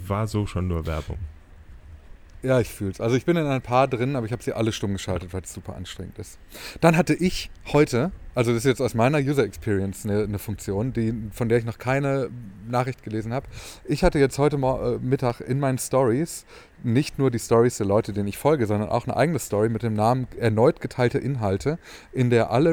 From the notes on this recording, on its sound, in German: Quasi live aus der Deutschen Bahn und ihren Widrigkeiten.